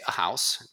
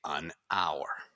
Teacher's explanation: Here, the H is silent. So phonetically, it's like the H doesn't exist. · Shown in: second take · It sounds like hour.